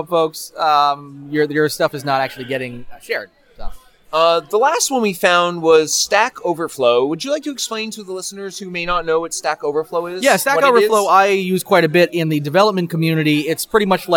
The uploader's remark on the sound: From the media box at the first ever Green Mountain Comic Expo. Recorded entirely live on location.